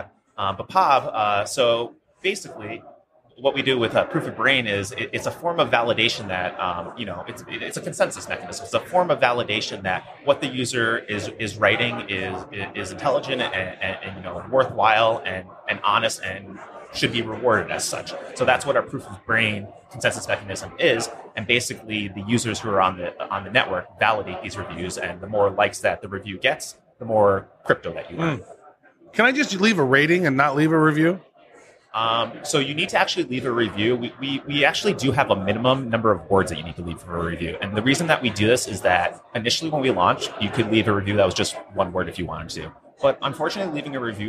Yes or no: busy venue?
yes